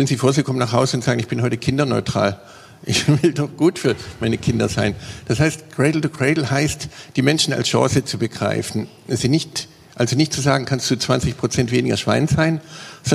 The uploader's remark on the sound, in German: Dann folgt die Aufzeichnung einer Podiumsdiskussion des Arts und Nature Social Club, ein Salon der Künstler, Wissenschaftler und Unternehmer zusammenbringt.